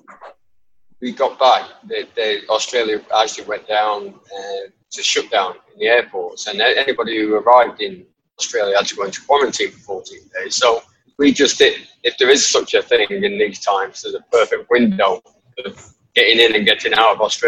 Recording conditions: video call